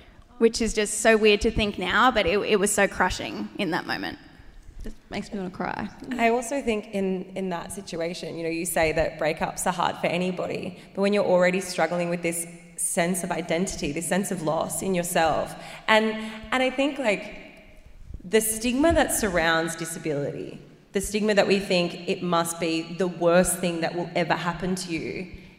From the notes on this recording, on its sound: The cut down interviews from our LIVE SHOW!